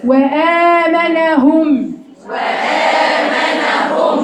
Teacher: ده حاجه اسمها مد بدل، يعني عندي الف ماديه مدها قد ايه؟ مقدار حركتين.